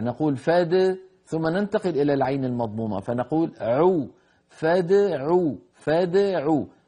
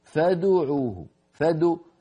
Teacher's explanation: فد الدال ساكنة مقلقلة وبعدها عين مضمومة · Shown in: first take · بعض إخواننا يعني يسرع بالضم قبل مجيء العين.